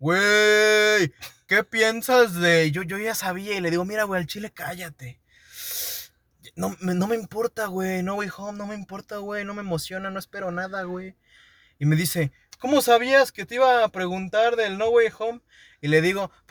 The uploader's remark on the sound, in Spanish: Una disculpa por la calidad del audio pero como lo explicamos en el episodio, estábamos encerrados dentro de un carro en el estacionamiento de una plaza